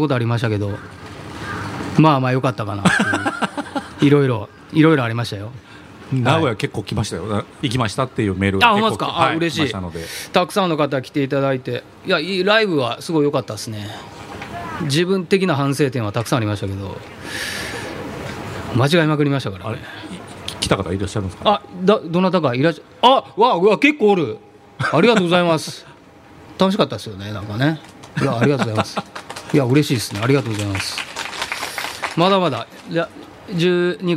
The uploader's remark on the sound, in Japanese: 野外で公録。いろんな音が飛び交う会場からお届けします。